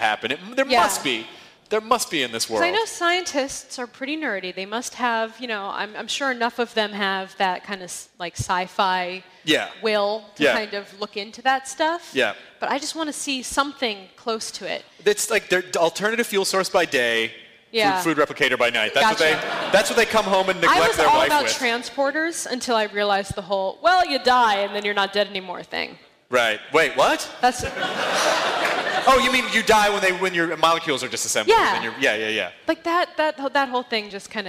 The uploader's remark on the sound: Recorded live at the California Academy of Sciences for SF Sketchfest! This was done in the African Hall amidst a collection of animal exhibits. Also, the audio is screwy. We only had access to docent head-mics and they don't record well.